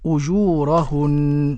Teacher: الجيم معطشة وتمد مدا طبيعيا والنون حرف غن مشدد. تغن بمقدار حركتين في الوقف.